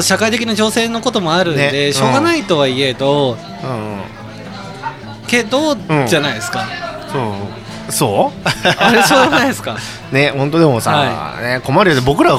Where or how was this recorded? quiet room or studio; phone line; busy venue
busy venue